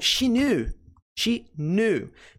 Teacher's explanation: Preste atenção que você não pronuncia o K.